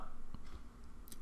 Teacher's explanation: Na là đọc từ trong cuốn họng chúng ta đọc ra bởi vì nó có dấu nặng